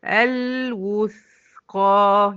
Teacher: اللام بتاعتها توسط والث الساكنة بتاعتها رخاوة. الوثقى، يبقى هطول زمن ايه الث شوية عشان اجيب رخاوتها.